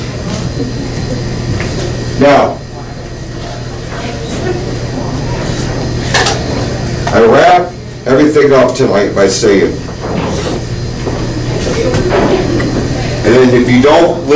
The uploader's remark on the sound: CTTH Live stage show, which took place on January 20 at the Backroads Bar & Grill in Holly, Michigan